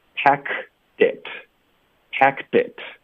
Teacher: pack 的这个科音会省略，会靠顶舌根导致停顿的